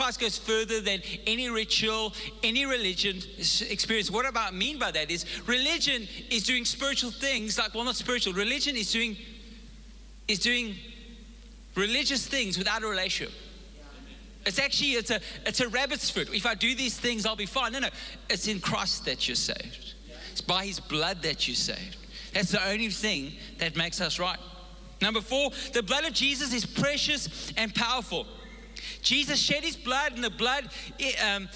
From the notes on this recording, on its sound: Recorded live on Sunday the 15th April 2022